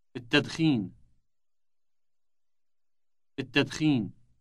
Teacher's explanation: Note the elongated initial T sound.